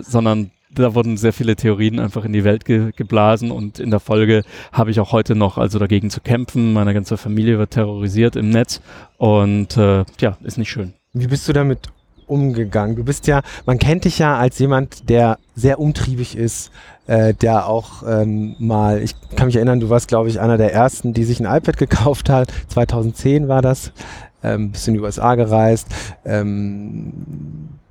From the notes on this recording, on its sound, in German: Das Gespräch wurde in der vergangenen Woche auf der SXSW in Austin aufgenommen